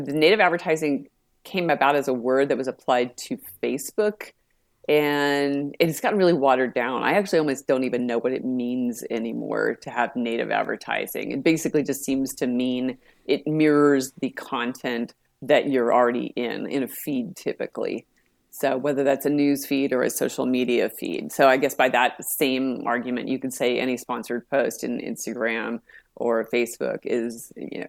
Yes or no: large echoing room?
no